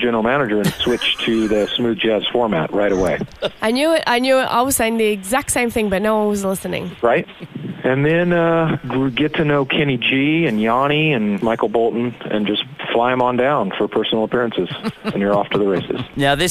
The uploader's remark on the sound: Called in to chat.